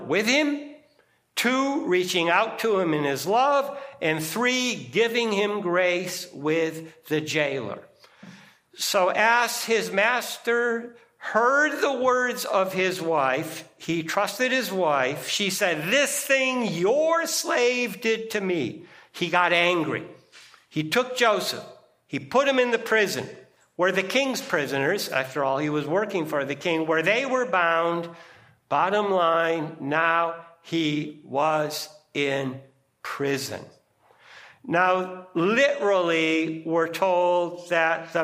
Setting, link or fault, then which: setting, large echoing room